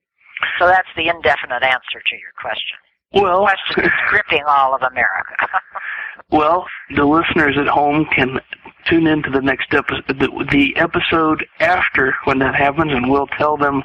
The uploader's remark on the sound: This telephone interview is being brought out of the archives.